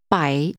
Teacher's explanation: Using a falling, rising tone, say 100.